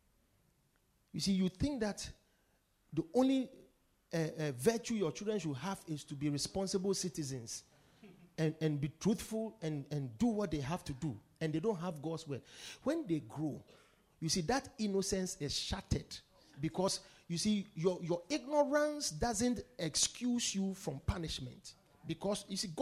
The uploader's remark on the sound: Preached at the Victory Secrets Service